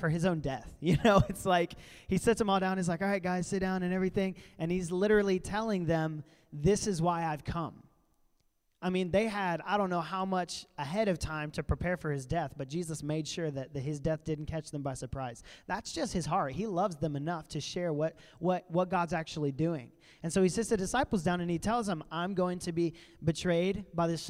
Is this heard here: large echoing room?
yes